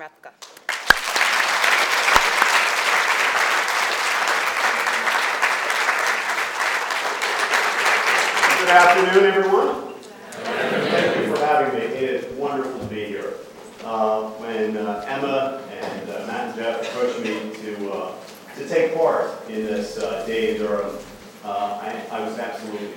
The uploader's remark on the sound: Day in Durham 2007 Keynote Address